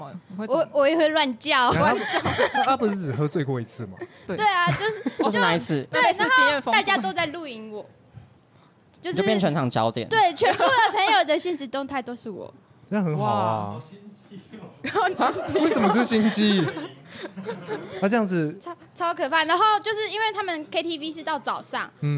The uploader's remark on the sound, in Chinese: 跟你鬥陣Live Podcast。現場揪出觀眾席最強渣男！？在台南咖哩鬥陣舉行！沒想到現場參與的人居然有20多名！！現場抽題、現場發想，一組20-30分鐘上台直接錄音！